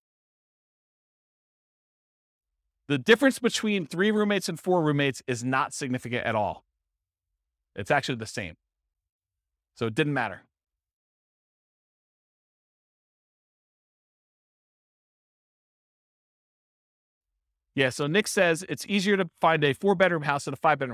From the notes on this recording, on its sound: This was a live class recorded.